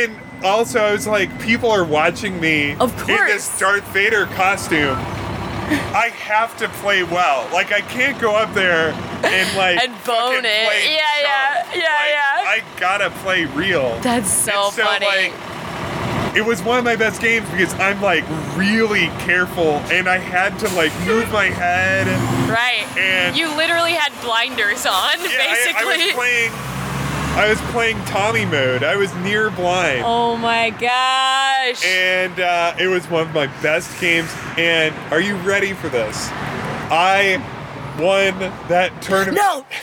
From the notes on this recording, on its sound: Apologies in advance for the street sounds, unless you really like street sounds.